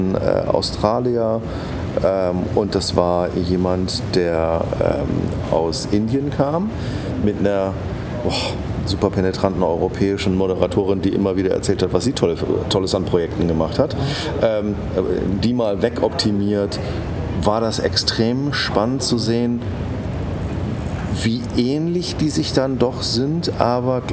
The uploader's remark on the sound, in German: Money2020 Asien. Dieses Mal haben wir den Podcast live vor Ort in Singapur aufgenommen.